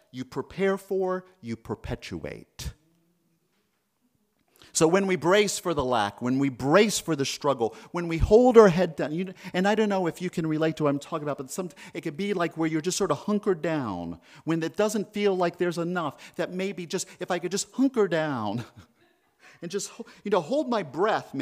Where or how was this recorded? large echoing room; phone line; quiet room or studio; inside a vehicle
large echoing room